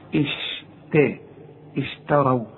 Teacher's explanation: فرقق لي الشين ورقق لي التا، واوعى تطلعها لي طاء